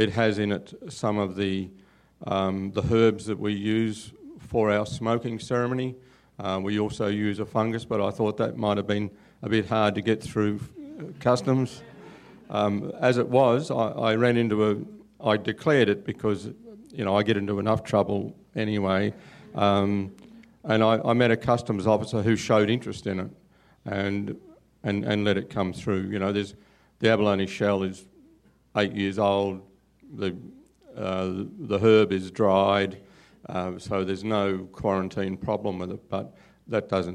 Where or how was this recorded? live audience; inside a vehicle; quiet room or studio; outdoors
live audience